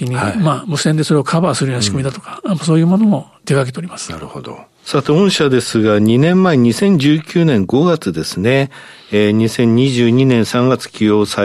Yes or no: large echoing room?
no